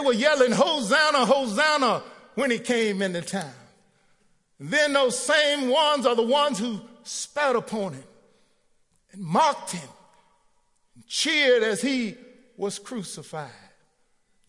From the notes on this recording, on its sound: Recorded live at The Fellowship at Mt Juliet on March 17, 2019.